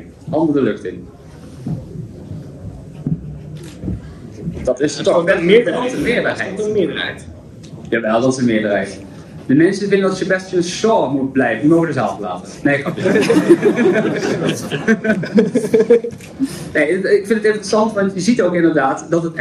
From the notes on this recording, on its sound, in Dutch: Werd in Pathé Amsterdam Noord Echo Base Charity Con gehouden, een Star Wars-evenement waarbij de netto-opbrengst werd gedoneerd aan Make-A-Wish Nederland. Met diverse gasten bekend uit de films, heel veel fans, merchandise en gezelligheid, kregen wij de unieke kans om als eerste een panel te mogen hosten voor het grote publiek. Deze podcast aflevering bestaat dan ook uit de volledige opname van dit panel.